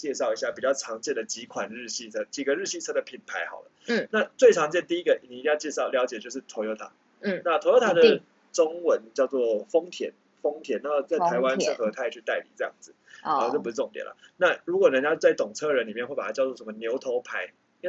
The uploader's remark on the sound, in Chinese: 抱歉EP1-7收音較差。